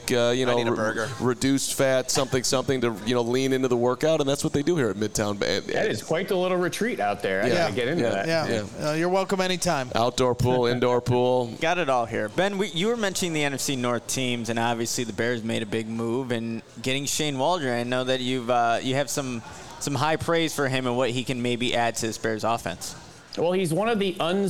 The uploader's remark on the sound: the CHGO Bears Podcast LIVE as they broadcast from Midtown Athletic Club in Bannockburn!